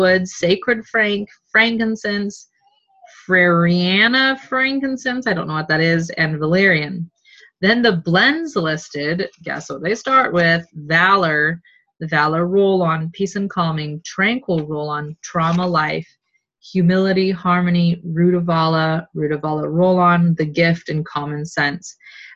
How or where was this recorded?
video call